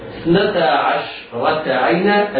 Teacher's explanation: راء عشرة مفتوحة حكمها التفخيم